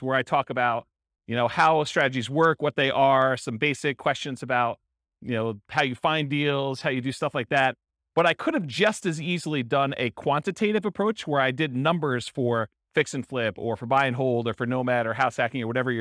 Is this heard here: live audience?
yes